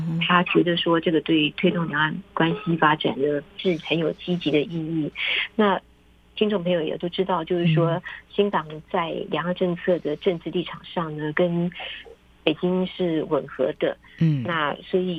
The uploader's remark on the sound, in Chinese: 連線訪問中央社駐北京記者